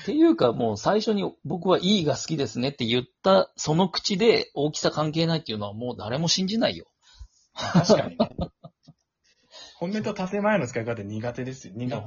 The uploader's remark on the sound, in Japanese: リモート収録